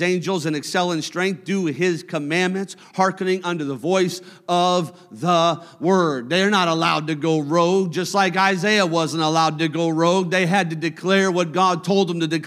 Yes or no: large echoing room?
yes